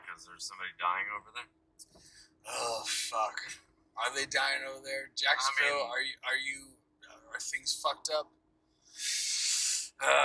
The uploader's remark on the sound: Bad audio. Driving background noise and a noisy bar without mics.